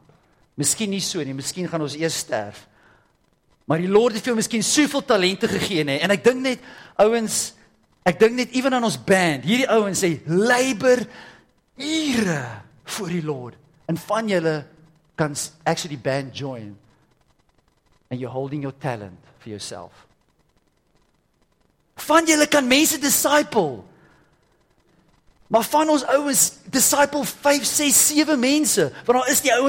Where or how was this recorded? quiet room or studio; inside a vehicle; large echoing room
large echoing room